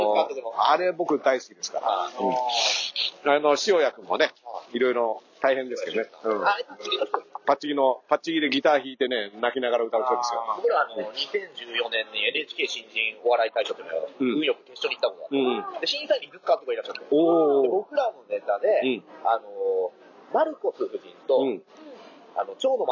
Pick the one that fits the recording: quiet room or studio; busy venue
busy venue